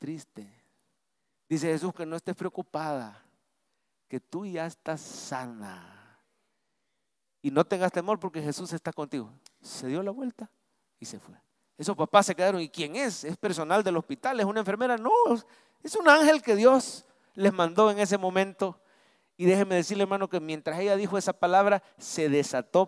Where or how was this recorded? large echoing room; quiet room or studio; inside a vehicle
large echoing room